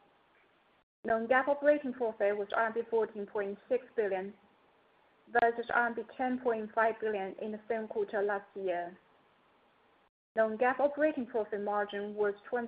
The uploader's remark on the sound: Earnings Conference Call.